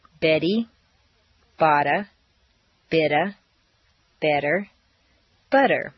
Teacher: all of the T's are in weak positions, so they all sound like soft D's